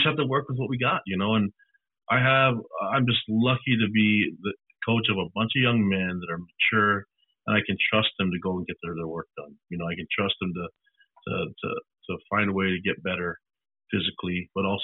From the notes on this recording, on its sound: talked to the media via a teleconference